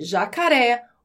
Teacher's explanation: em jacaré, a sílaba mais forte é a última, ré · Term: palavras oxítonas